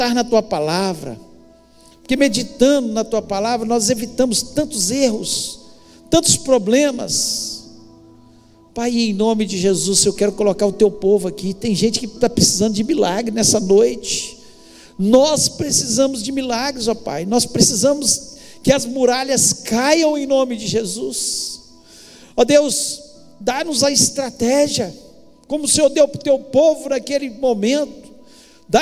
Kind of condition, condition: setting, large echoing room